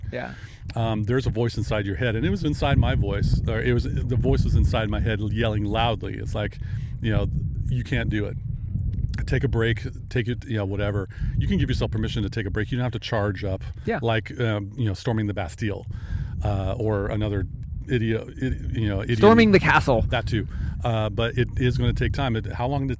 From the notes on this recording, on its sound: For this summit of an episode, we recorded live from the top of the Whatcom famous Oyster Dome.